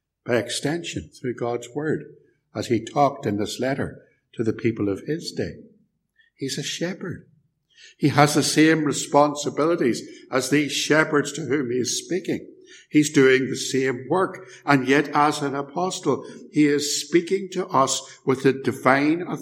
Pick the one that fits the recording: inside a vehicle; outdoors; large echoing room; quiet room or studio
large echoing room